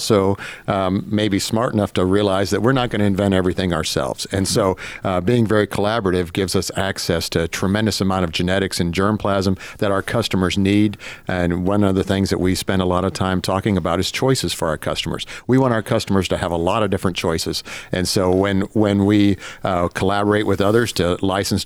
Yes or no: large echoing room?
no